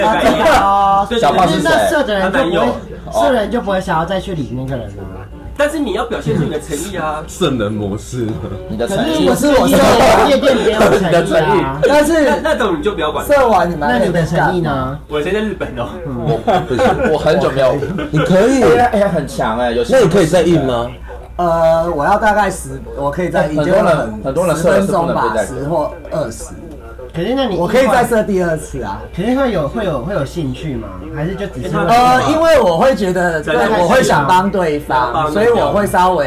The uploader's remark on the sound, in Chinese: 颱風天2022泳渡日月潭。外景酒醉番外篇。